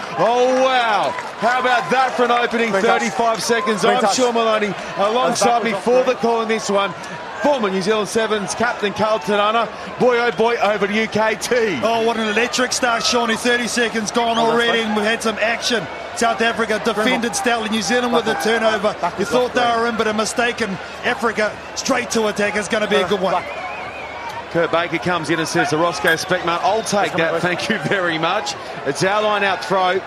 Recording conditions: busy venue